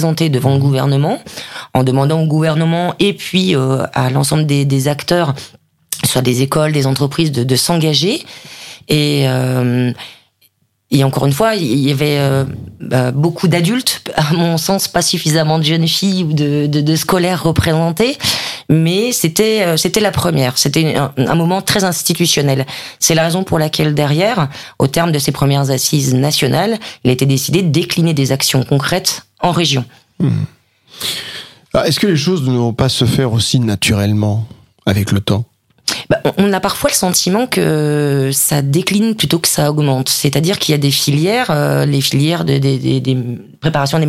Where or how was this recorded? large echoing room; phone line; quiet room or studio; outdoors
quiet room or studio